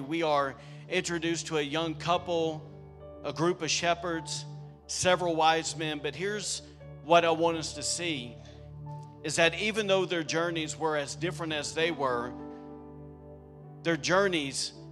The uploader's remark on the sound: This night was recorded on Sunday, December 17th, 2023, during our special Christmas service at The Anchor Church in Rockport, Maine.